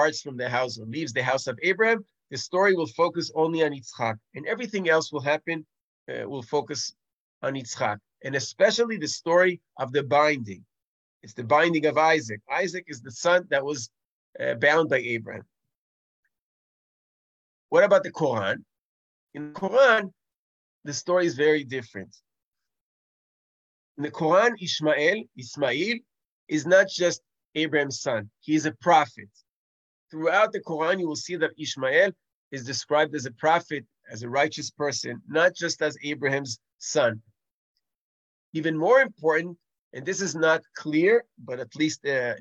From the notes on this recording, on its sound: This audio was originally captured from Zoom